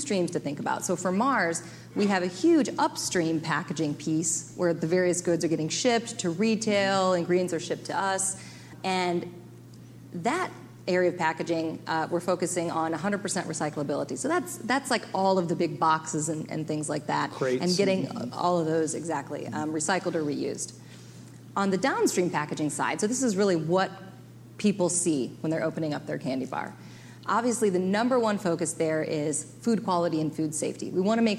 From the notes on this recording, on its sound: Climate One at Duke University. Portions of this program were recorded live at Duke University in Durham, NC. At the Commonwealth Club of California in San Francisco.